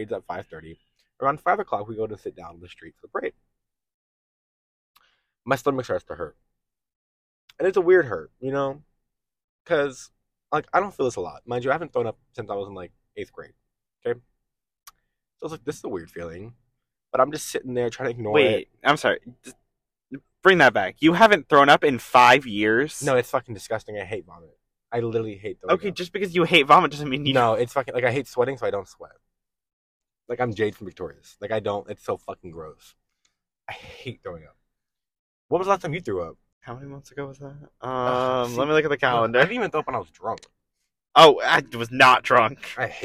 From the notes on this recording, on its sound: this was recorded in the car so it may not sound the best